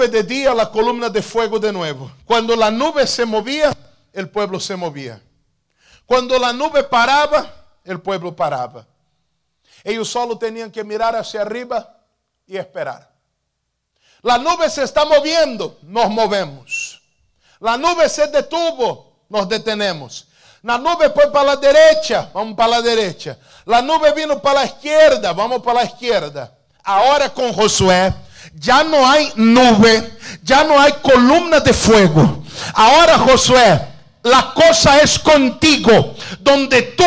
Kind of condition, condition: setting, large echoing room